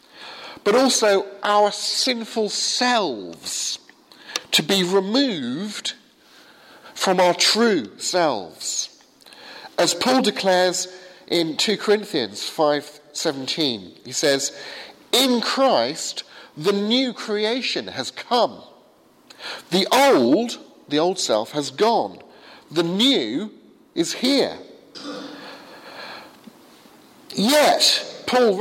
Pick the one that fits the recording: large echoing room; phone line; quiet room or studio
large echoing room